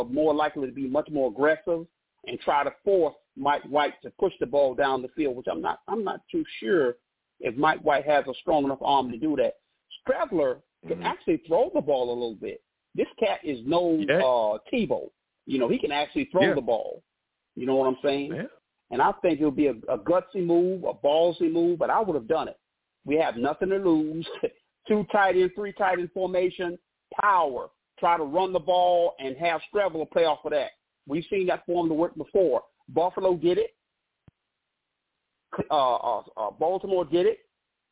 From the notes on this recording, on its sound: Tonight, live at 7pm eastern. I also take live callers!